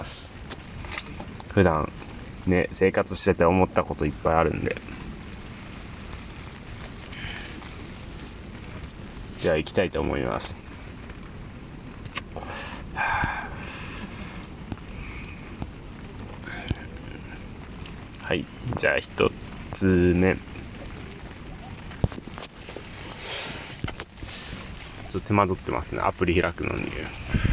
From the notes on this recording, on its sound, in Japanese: ふもとっぱらキャンプ場。未曾有の豪雨の中の収録。